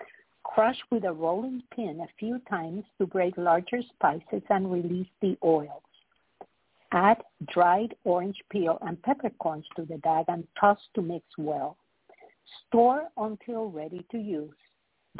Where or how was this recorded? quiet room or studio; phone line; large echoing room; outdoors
phone line